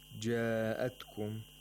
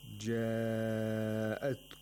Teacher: This is the sign of mad, and mad al-maddul muttasil has taken place here. And you have to lengthen this long vowel to 4 or 5 vowel counts. · Shown in: second take · So each count is the duration of one fatha. · Term: مَدُّ المتصل